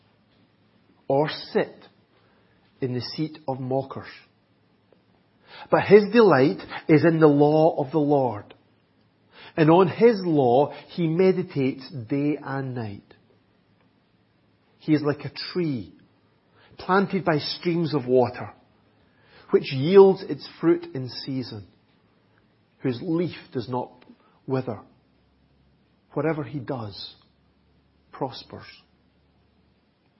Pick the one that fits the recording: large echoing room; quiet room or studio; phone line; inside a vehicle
large echoing room